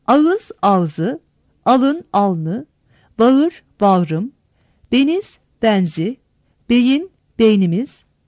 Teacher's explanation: Ünlü düşmesi. Dilimizde iki heceli bir takım kelimelere dar ünlüyle başlayan bir ek getirildiği zaman, ikinci hecedeki ünlüler genellikle düşer ve bu ünlüler yazılmaz.